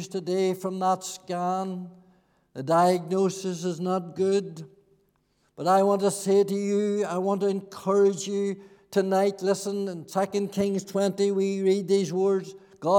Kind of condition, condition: setting, large echoing room